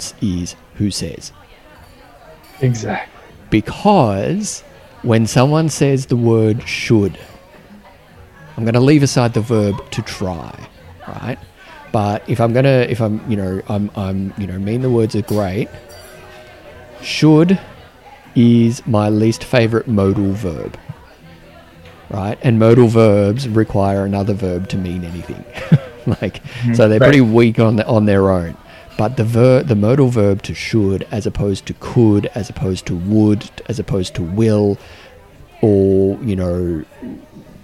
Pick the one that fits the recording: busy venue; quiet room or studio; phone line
busy venue